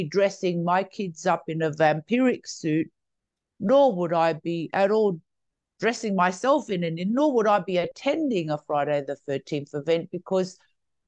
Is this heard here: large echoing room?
no